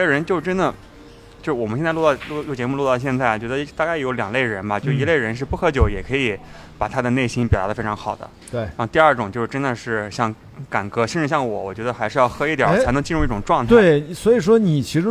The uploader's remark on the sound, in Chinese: 两人在上海浦东区的同派酒店大堂餐吧的圆桌上，就边喝边聊。同样一刀不剪，可能听到最后，已经能感觉出我俩已经开始大舌头了。